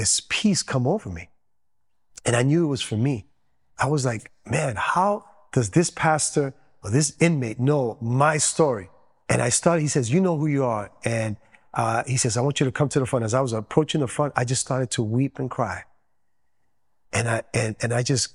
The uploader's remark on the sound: Testimony Recorded at Promise Ministries International in Flushing, NY.